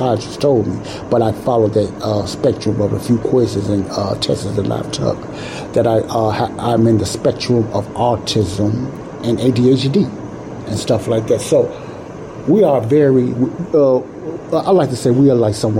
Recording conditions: background noise